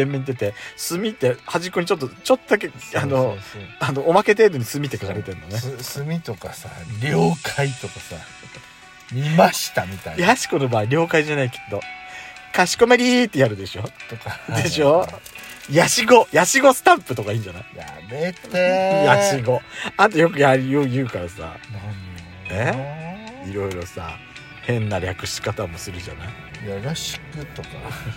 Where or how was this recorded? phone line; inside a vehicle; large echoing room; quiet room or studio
inside a vehicle